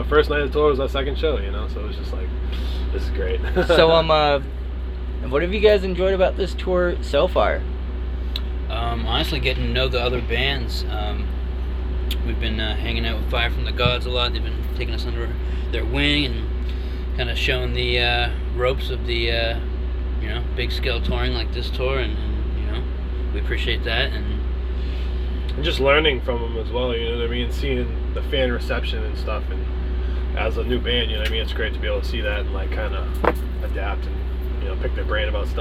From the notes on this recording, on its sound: In their RV at the venue Elevation in Grand Rapids, Michigan. They are on The Still Panicking Tour.